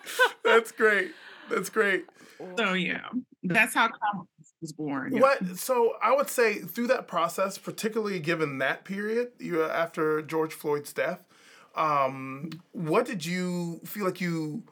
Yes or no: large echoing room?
no